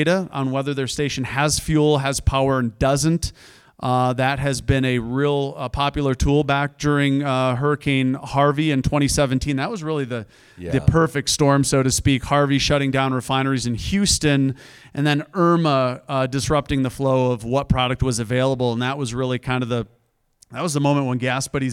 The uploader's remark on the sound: LIVE EPISODE! Coming to you from the PDI 2023 Users Conference in Denver, CO.